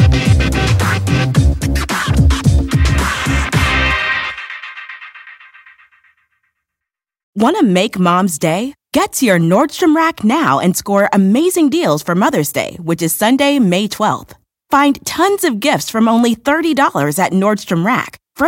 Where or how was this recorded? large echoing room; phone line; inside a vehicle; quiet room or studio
quiet room or studio